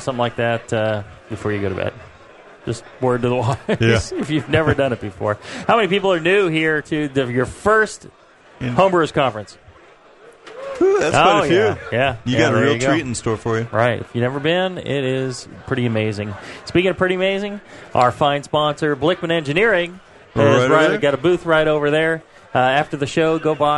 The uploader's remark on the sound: Live from the National Homebrewers Conference in Philadelphia, PA. Take live listener questions from the audience.